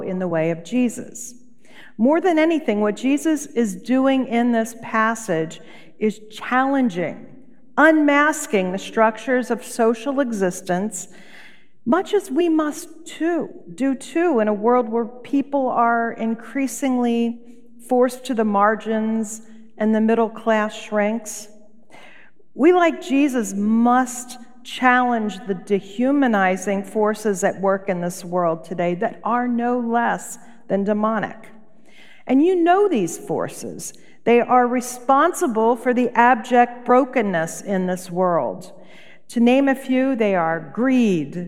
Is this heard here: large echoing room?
yes